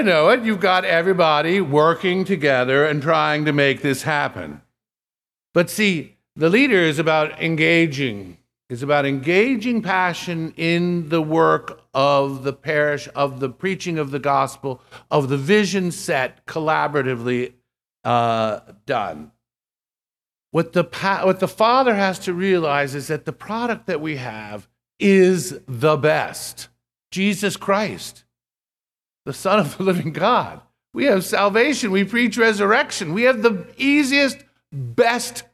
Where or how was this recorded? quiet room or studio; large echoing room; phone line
large echoing room